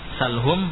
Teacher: Izhar. Ya, dibaca dengan jelas, yakni melafadzkan dari bibir tanpa menambah ukuran gunnah